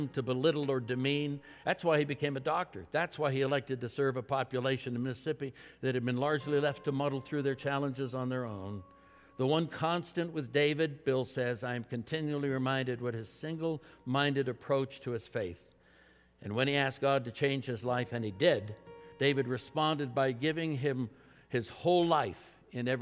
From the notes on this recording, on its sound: At Timberline Church. Live.